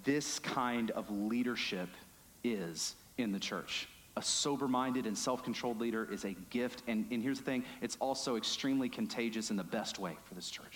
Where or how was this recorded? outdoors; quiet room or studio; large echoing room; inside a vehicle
large echoing room